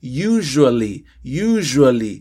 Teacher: hacemos sh, pero vamos a incluir la voz